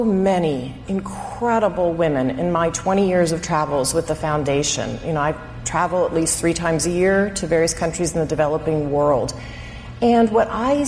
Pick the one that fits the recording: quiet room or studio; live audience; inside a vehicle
live audience